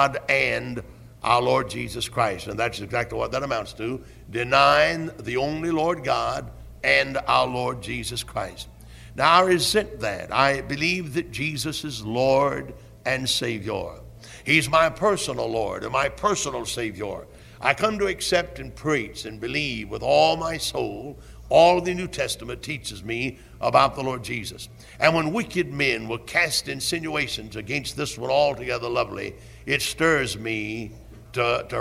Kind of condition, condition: setting, large echoing room